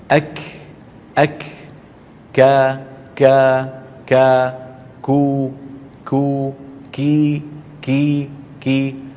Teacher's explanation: الكاف حرف يخرج من أقصى اللسان مع ما يحاذيه من الحنك العظمي. أك أك كا كا كا كو كو كي كي كي. · Term: حرف الكاف